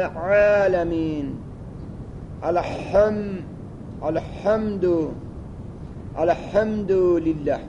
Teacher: مخرج عین و ها از وسط حلق ادا میشود و عین مقدم بر ح است و جریان هوا در ح شدیدتر است، مثل عالمین، الحمدو، الحمد لله.